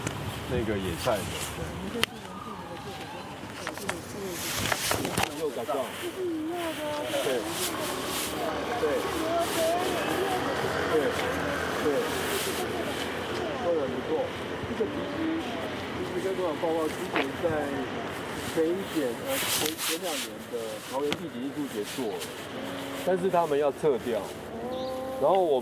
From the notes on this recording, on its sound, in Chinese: 大隆田展區 現場導覽。